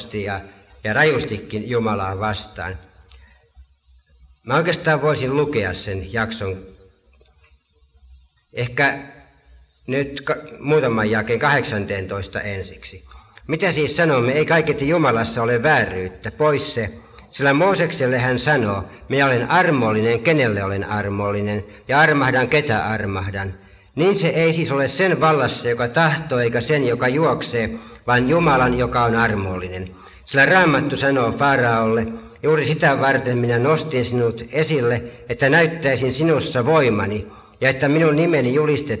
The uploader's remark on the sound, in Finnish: Äänitetty Helsingissä Sanan kulmassa 1983.